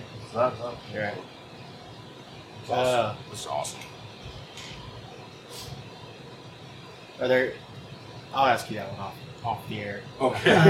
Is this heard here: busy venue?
yes